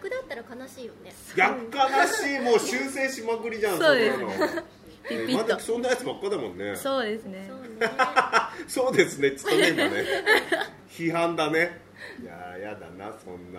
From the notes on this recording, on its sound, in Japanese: LIVE前にこっそりと会場で収録した回です